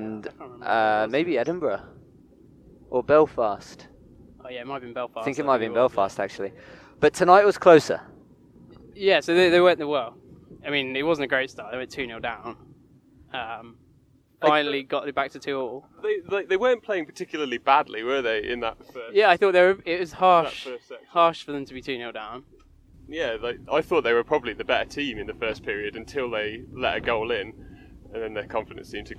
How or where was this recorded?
inside a vehicle